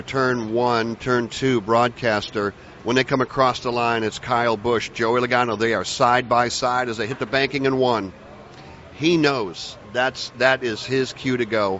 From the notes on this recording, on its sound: joined live at the Daytona International Speedway